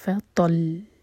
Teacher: لام پر شدہ، تو تھوڑا سا ٹائم دیں گے ایکسٹرا تاکہ شدہ ادا ہو، کیونکہ جب بھی شدہ ہوتا ہے وہاں پر دو لیٹر چھپے ہوتے ہیں.